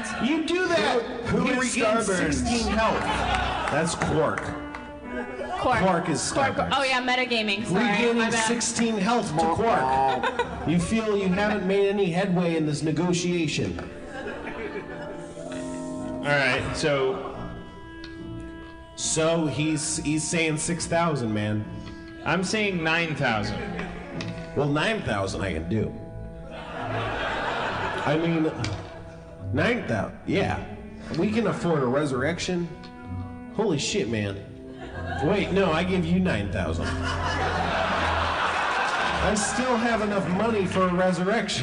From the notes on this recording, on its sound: Harmontown is live from Chicago. A live organist!